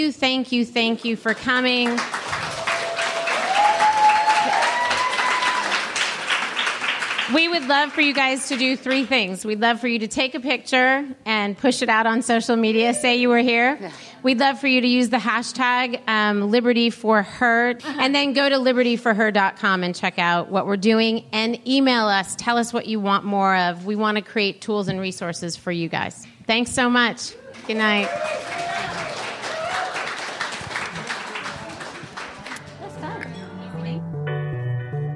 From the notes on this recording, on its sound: Our final installment of the live LIBERTY Sessions in Pasadena. We've had a blast sharing these panel discussions.